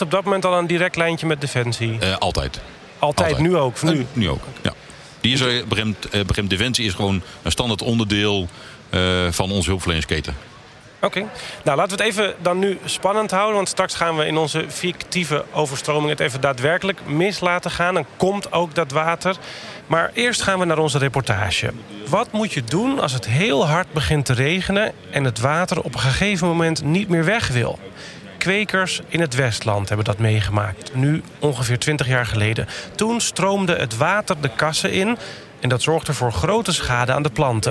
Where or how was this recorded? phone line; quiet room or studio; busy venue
busy venue